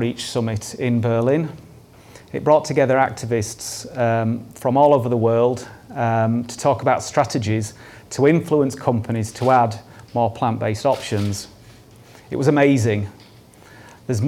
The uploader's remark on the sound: This talk was recorded at Vevolution Topics: Effective Advocacy 2018